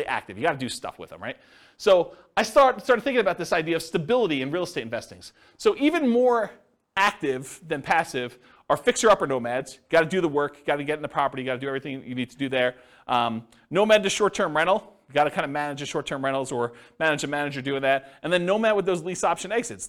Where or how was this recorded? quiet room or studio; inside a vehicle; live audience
live audience